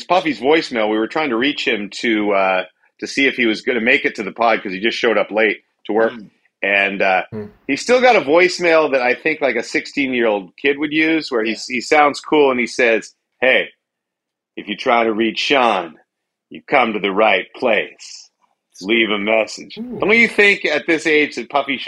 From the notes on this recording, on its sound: An episode adventure filled with technical problems, logistical issues and human closeness.